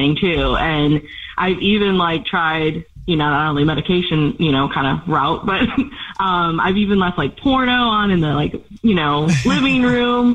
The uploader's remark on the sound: There is a woman on the phone